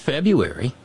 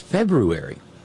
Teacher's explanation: we just don't take any time with that R in the middle of the word · Shown in: second take